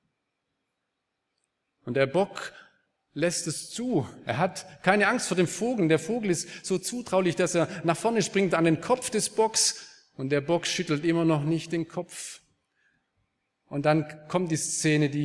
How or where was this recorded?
large echoing room